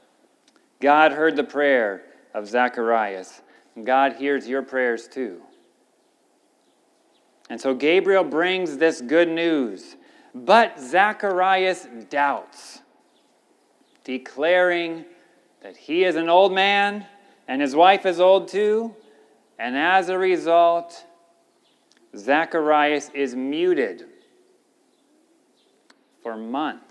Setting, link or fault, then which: setting, large echoing room